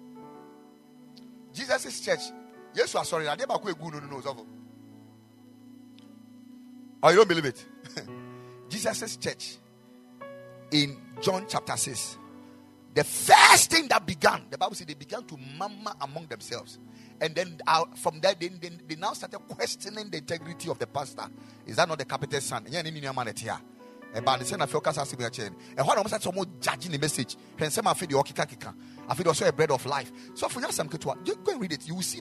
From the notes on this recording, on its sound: Preached at the Ekklesia Chapel